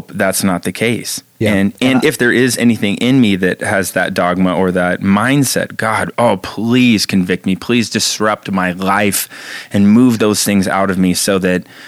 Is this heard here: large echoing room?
no